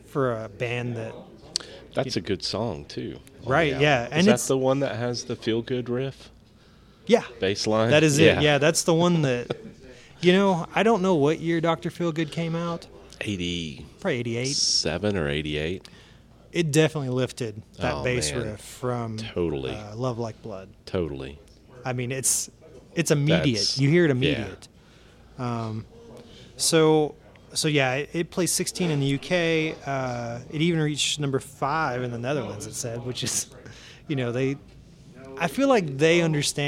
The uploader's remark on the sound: This episode was recorded at Blue Holler Brewing Supply in Bowling Green, KY.